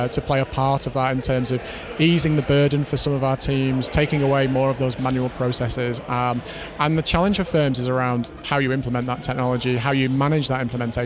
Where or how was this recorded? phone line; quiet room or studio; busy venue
busy venue